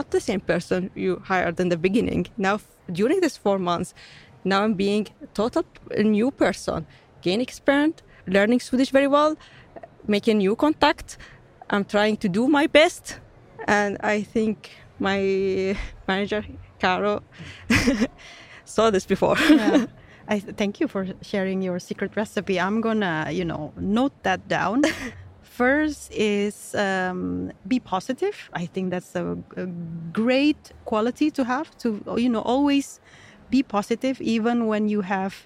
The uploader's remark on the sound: Welcome to this live version of 'Brainpod'. This episode was recorded during Engineering Day 2023 in Stockholm on November 23rd.